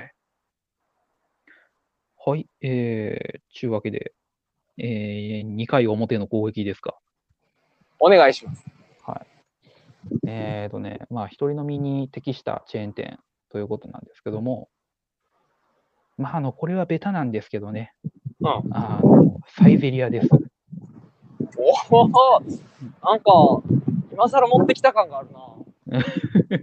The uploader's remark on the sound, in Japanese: 野外収録のため、一部音声に聞き取りにくい部分がございますがご了承ください。